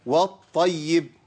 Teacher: الطاء والياء مشددين اقول ايه؟ ابين تشديد الطاء